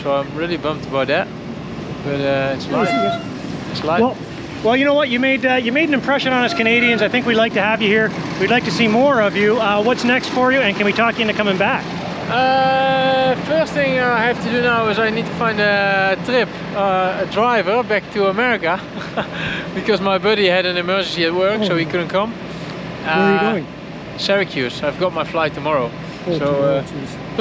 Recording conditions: outdoors